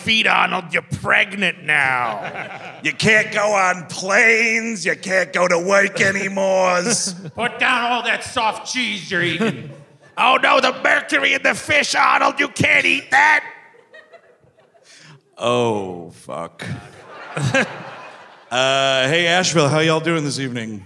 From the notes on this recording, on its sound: At the historic Orange Peel in Asheville, North Carolina. The guys are live in Asheville, NC.